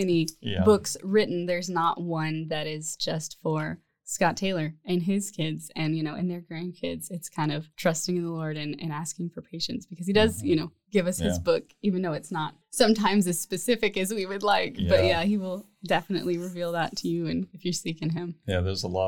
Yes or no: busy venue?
no